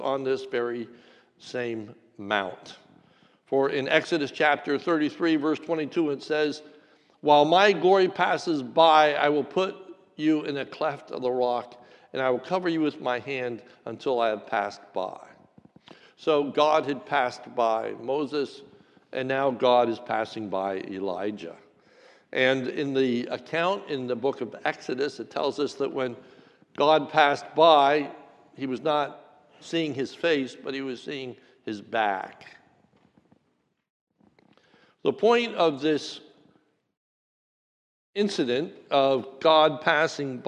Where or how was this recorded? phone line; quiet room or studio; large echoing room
large echoing room